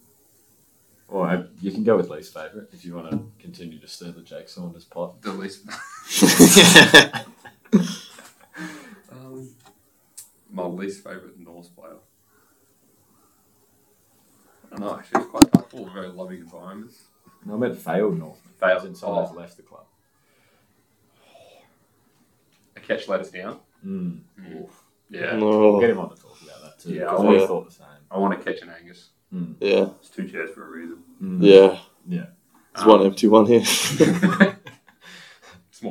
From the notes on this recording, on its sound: Yep the sound issues are back.